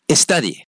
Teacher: even a Latino with almost impeccable English skills will somehow inadvertently put an E, that's A-B-C-D-E, in front of that word. As if, for example, the word study, S-T-U-D-Y, had an E in front of it, E-S-T-U-D-Y.